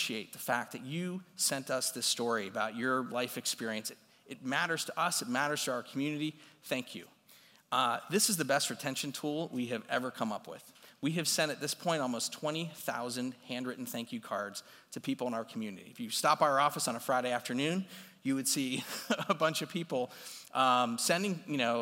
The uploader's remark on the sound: this recording is from his talk at CMX Summit